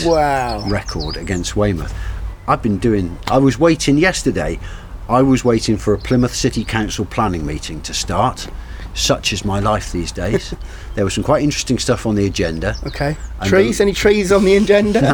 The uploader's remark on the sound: A Slow Chat in the Garden. The birds enjoyed listening to the two old men talking their way through the issues of the day while drinking coffee in a sunny garden. Enjoy the sound of two old men sitting in a Paignton garden talking about football.